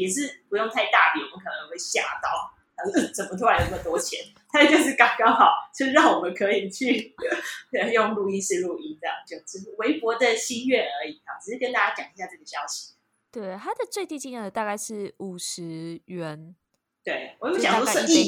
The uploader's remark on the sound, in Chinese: 聲音充滿了空間感呀。本集音質太QQ。